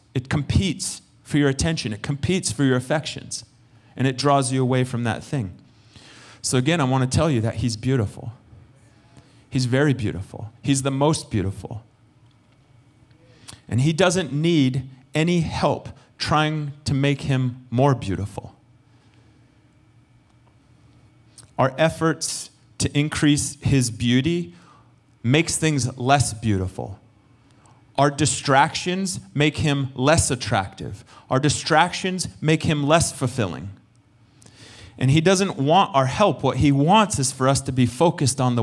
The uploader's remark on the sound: Recorded sunday evening service